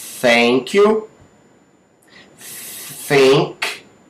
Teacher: A gente não ouve, não existe uma vibração aqui nas cordas vocais.